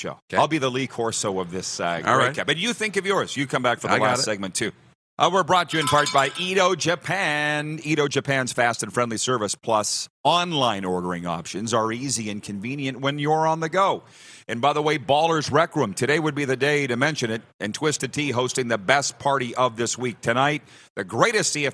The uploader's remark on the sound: Final day of LIVE Grey Cup Coverage from Ballers RecRoom in Regina!